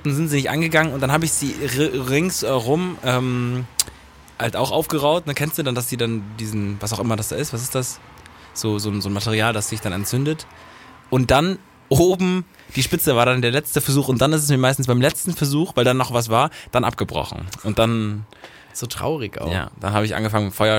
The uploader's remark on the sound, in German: Hintergrundsounds heute: Hauptstraße